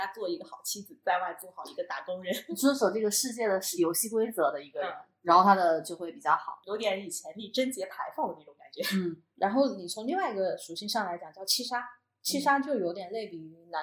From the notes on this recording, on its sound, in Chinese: 这期音质在后期上做了点努力，但前期收音上确实比较差强人意，后续咱会在硬件上做做努力。